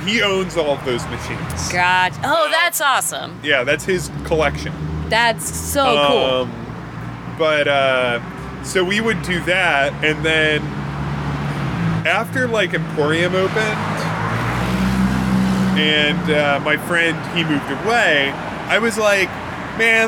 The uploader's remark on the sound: Apologies in advance for the street sounds, unless you really like street sounds.